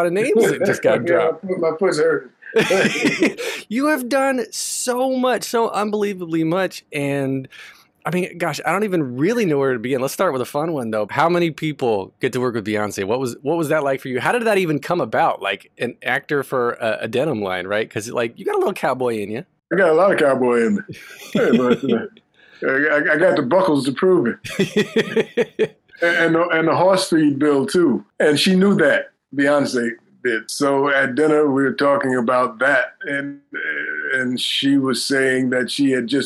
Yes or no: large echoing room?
no